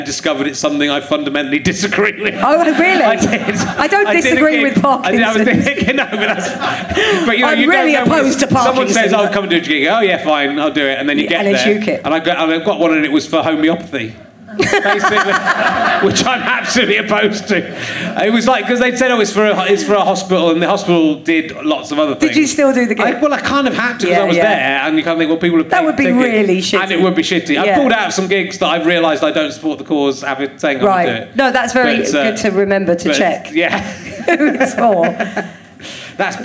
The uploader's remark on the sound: Leicester Square Theatre Podcast